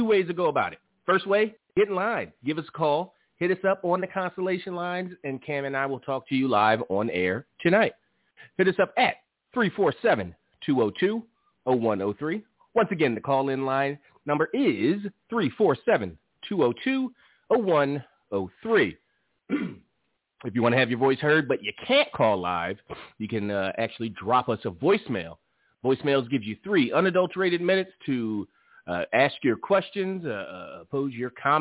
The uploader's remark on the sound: Live calls and much more. Weekly caller, email and tweet driven show. Leave a voicemail to be played on-air.